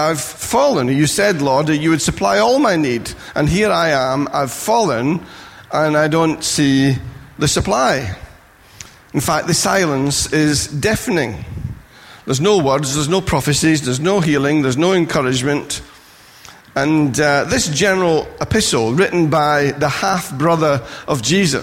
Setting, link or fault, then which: setting, large echoing room